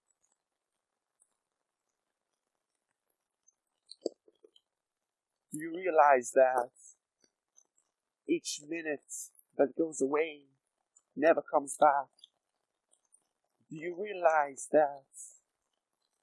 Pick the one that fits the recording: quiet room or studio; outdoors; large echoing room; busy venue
outdoors